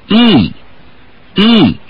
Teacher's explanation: you almost hear a second stage of the vowel, a little echo · Term: hard vowel